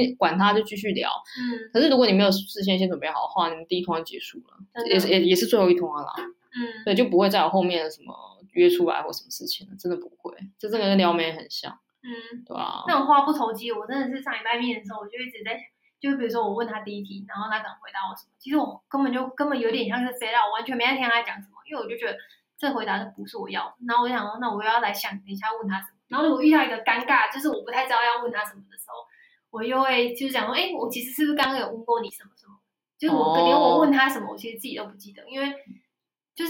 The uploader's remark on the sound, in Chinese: 這集錄音品質稍差，請見諒